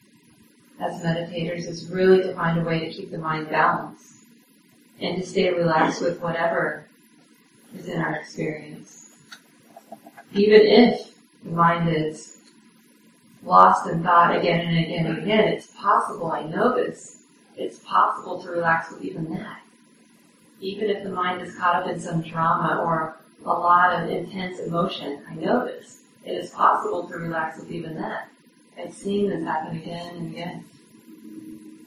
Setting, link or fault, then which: fault, poor sound quality